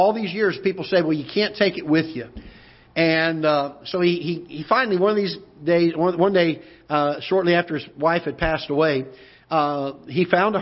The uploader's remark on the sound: Ketha Heights Baptist Church ~ Live Broadcast